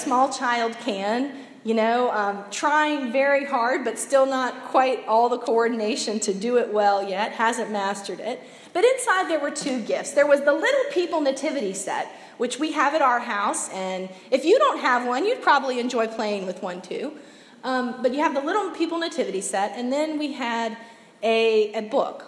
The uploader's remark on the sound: Preached Sunday December 3, 2017 at Monumental United Methodist in Olde Towne, Portsmouth.